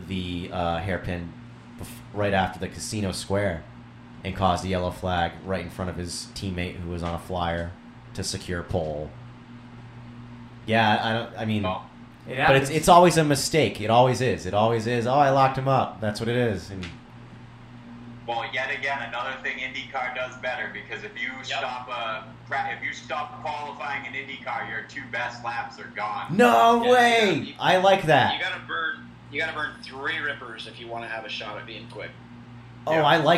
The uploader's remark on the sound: Yes, the audio is not perfect. It didn't record correctly so I had to get creative.